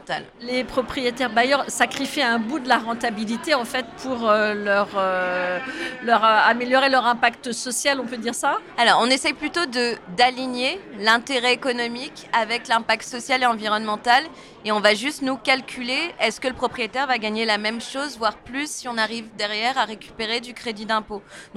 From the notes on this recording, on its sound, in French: Ce podcast a été enregistré à Immo, le congrès de la FNAIM à Paris, les 4 et 5 décembre 2023.